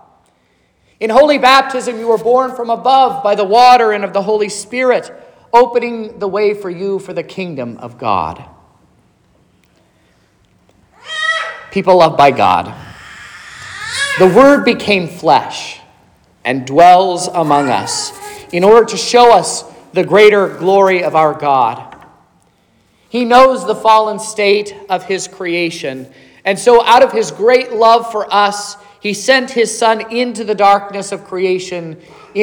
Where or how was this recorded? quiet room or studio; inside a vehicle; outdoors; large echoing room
large echoing room